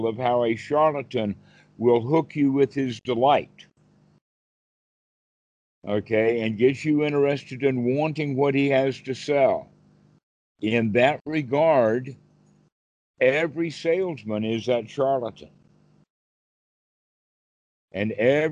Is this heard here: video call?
yes